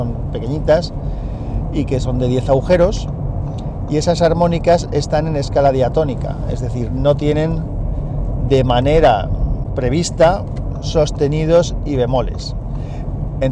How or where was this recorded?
inside a vehicle